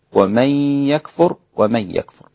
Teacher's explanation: ومن يكفر أسقط الغنة الإمام خلف